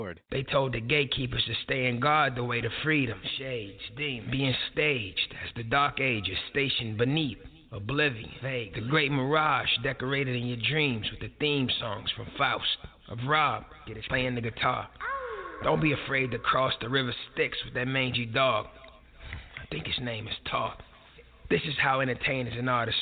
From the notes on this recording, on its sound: Coming at you live from Saint Paul, Minnesota. Calls in at the 11:15 mark for a live phone in interview.